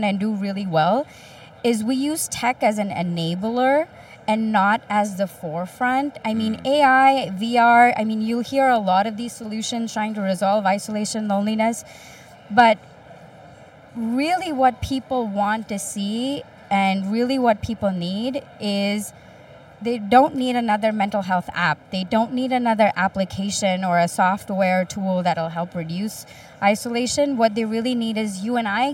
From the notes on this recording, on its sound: The interviews, recorded live at a recent health tech conference.